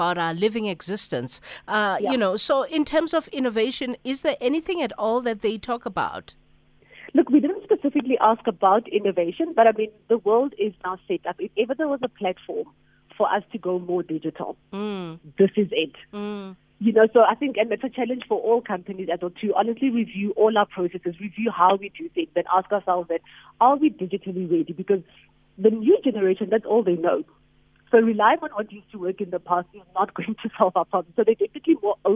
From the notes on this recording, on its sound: We are joined on the line.